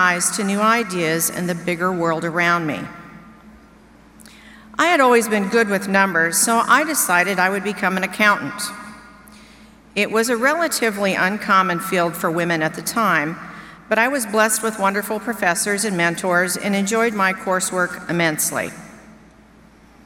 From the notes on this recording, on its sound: delivered remarks to University of Nebraska-Lincoln graduates during the August 17, 2019, commencement ceremony